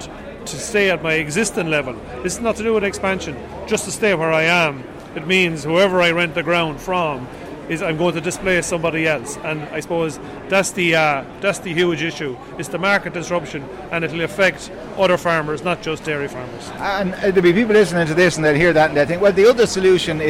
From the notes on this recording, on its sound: met farmers on the picket outside Dáil Éireann